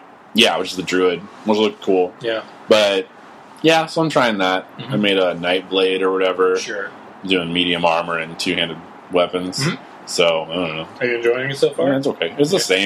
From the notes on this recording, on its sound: Forget to plug in the sound mixer.